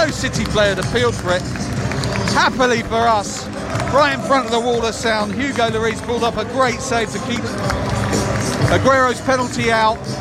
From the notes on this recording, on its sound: Live from world's greatest football stadium